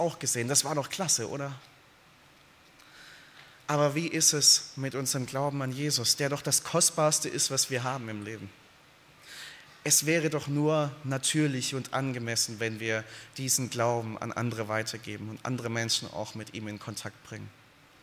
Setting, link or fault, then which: setting, large echoing room